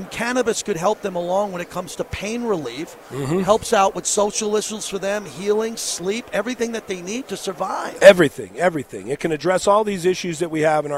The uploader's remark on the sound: LIVE FROM RADIO ROW